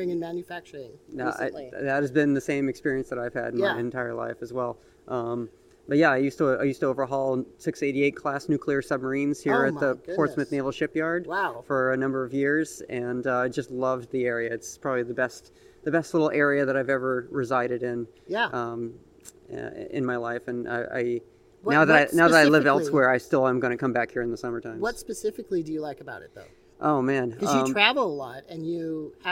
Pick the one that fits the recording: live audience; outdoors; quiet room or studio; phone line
outdoors